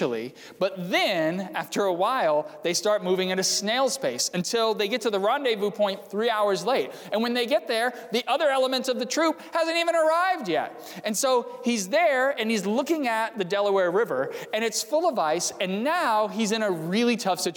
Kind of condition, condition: setting, large echoing room